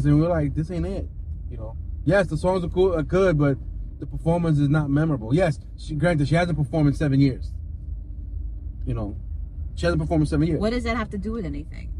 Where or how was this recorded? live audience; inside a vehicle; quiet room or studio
inside a vehicle